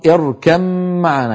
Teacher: يدغمون الباء في الميم يعني يحولون الباء إلى ميم وينطقون ميما مشددة